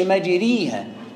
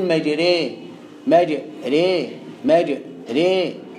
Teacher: الإمالة ان انت الفتحة بتاعت الراء اصلها مجراها تروح بيها ناحية الياء، بس ما توصلش ياء · Shown in: second take